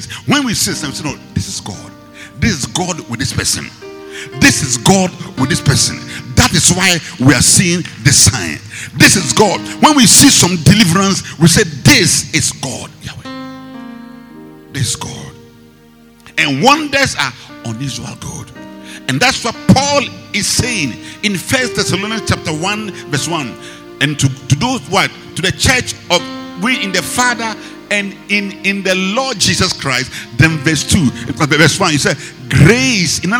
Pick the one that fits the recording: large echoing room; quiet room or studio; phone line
large echoing room